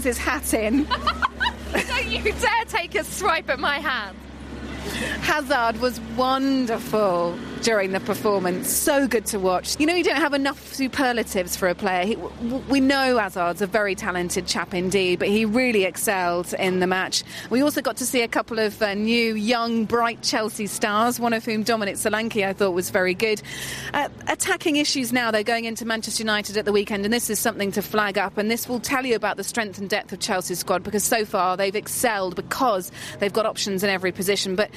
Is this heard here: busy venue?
yes